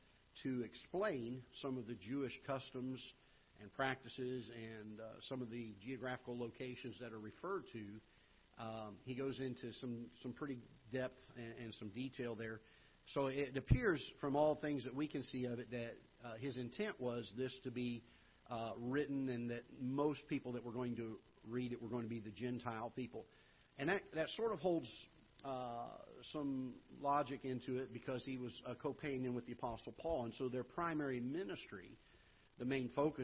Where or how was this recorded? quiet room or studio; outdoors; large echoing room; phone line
large echoing room